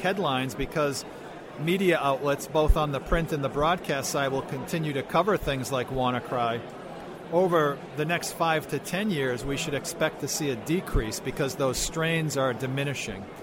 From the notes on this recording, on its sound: Both interviews were recorded earlier this year at InfoSec 2018.